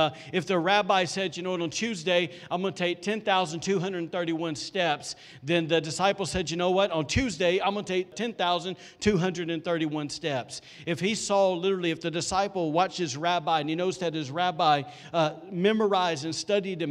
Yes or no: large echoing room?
yes